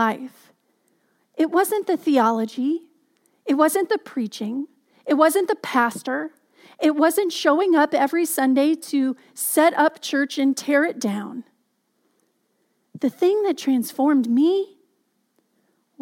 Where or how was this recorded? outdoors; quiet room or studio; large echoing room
large echoing room